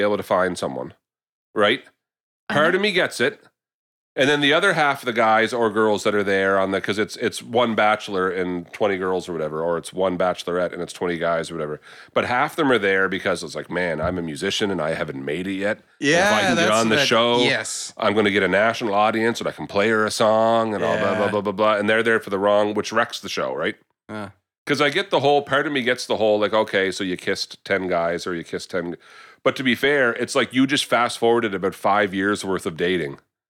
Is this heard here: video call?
no